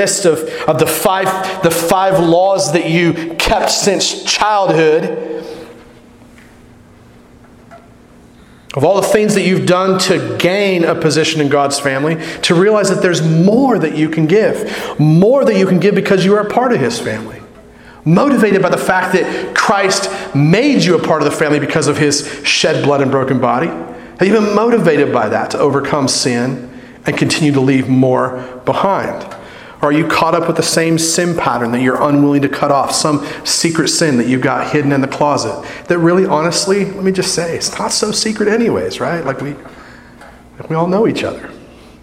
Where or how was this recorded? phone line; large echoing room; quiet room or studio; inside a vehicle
large echoing room